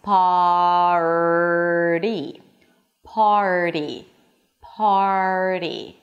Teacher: So you bring the tongue back for the R, and then you bring it forward for the flap T. · IPA: pɑːrɾi